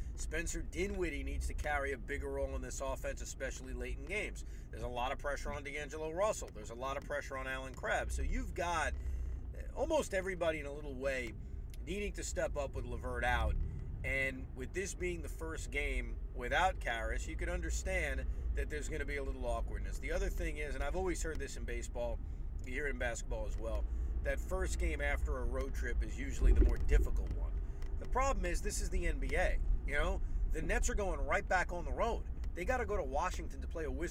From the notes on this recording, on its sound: While driving home from Barclays Center.